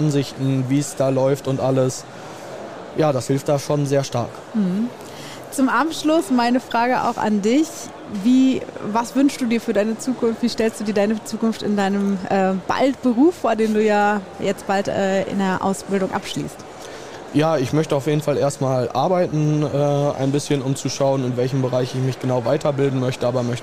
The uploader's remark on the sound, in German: LIVE von der Ausbildungsbörse Brilon 2024. Heute sind wir live auf der Ausbildungsbörse in Brilon unterwegs.